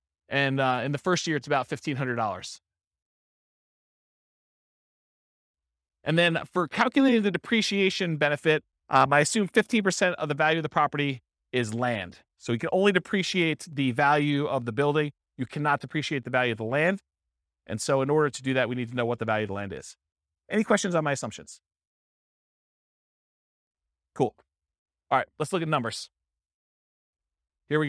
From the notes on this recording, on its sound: This was a live class recorded